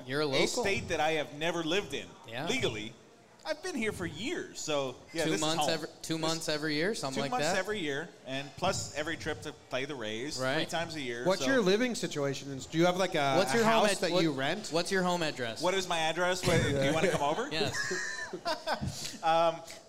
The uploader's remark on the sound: Live in Tampa